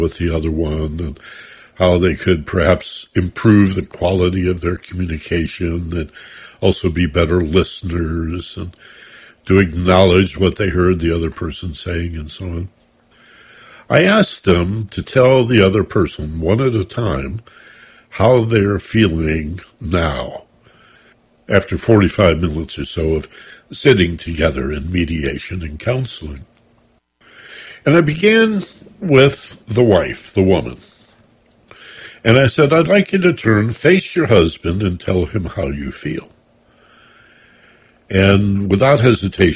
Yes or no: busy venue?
no